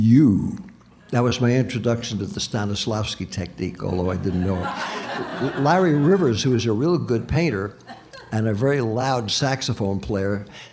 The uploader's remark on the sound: Recorded live at the Jazz Kitchen.